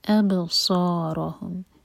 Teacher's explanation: باب القلقلہ اور صاد ہیوی را ہیوی